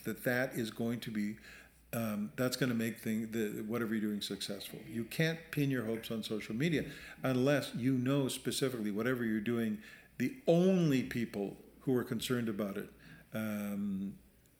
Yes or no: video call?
no